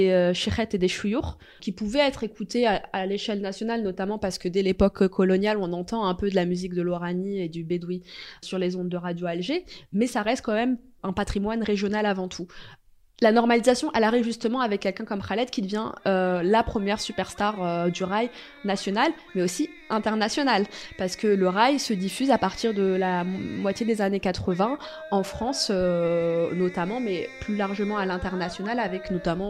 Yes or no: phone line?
no